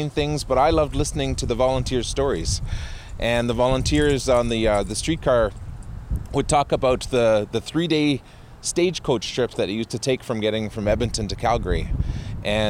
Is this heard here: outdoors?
yes